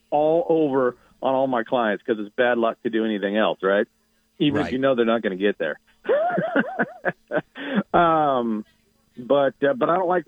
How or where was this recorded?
phone line